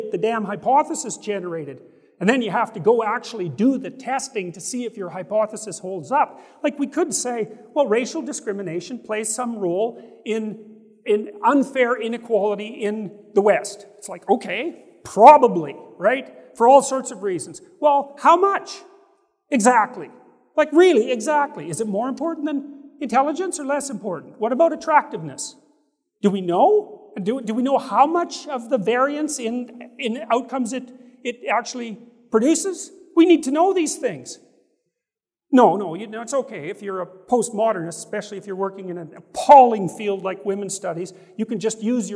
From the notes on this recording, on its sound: guests gathered at the Sovereign Nations Conference at the Trump International Hotel in Washington, DC